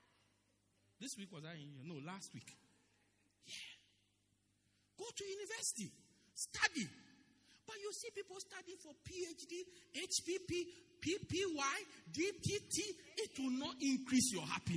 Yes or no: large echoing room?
yes